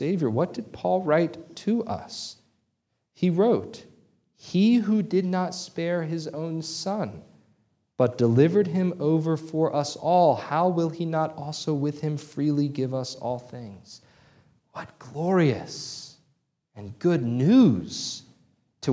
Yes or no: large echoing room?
yes